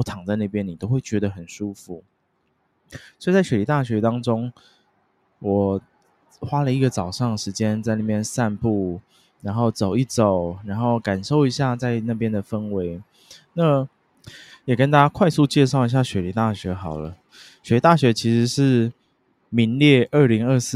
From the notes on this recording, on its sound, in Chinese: 這次在Central Station旁邊的咖啡廳錄音，也是別有不同風景與體驗!